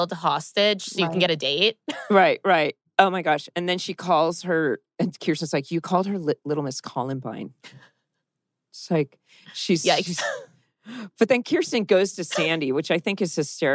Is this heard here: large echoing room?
no